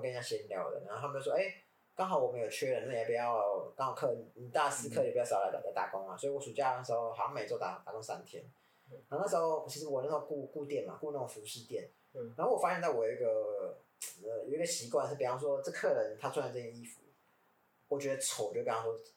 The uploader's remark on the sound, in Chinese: 使用環境音較敏感的設備，音質不好請見諒。收音品質，我們正在努力。